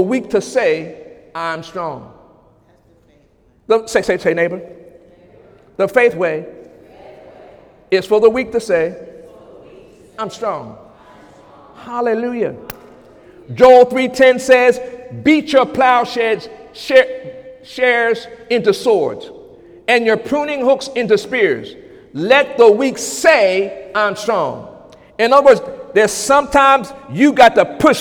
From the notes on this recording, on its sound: During Sunday morning service on July 16, 2017